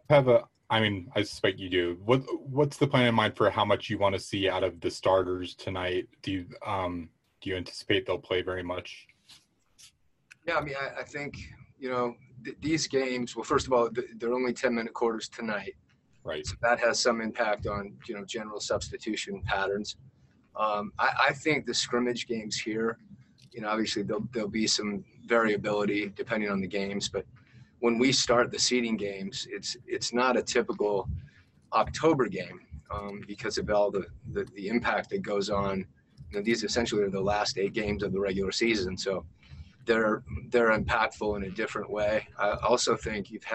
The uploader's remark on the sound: Talked to the media via Zoom conference. In Orlando, Florida.